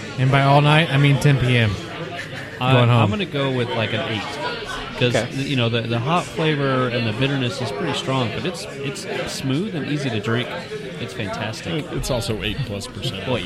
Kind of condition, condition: setting, busy venue